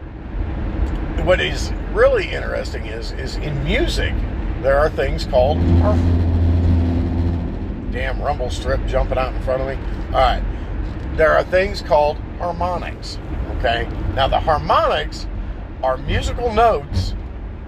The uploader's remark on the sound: While driving